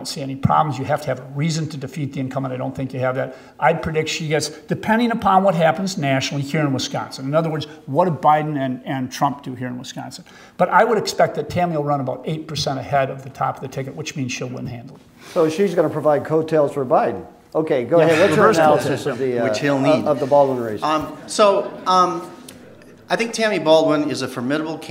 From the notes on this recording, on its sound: Recorded live before the Wisconsin Bankers Association annual Capitol Day at the Monona Terrace in Madison, Wis.